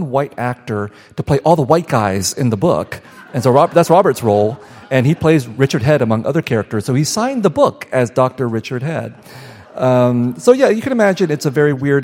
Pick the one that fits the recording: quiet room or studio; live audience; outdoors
live audience